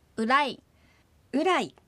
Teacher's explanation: ます。アイヌ語の母音も日本語と同じ5つです。日本語と違うのはアイヌ語のうは日本語のうよりもほんの少しだけ唇の突き出しが強い点です